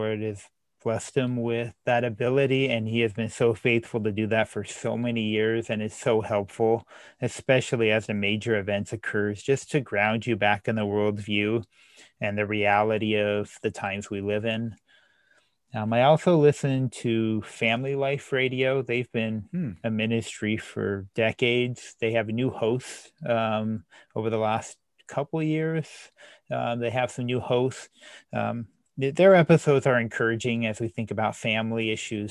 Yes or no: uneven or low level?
no